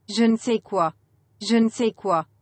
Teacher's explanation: I think they don't really pronounce the ne, they combine it.